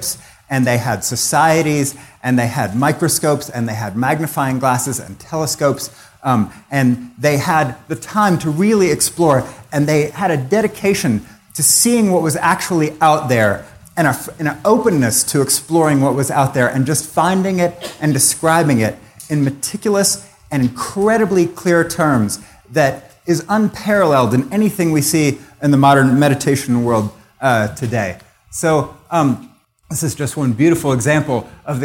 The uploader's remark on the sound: taken from the Buddhist Geeks Conference 2012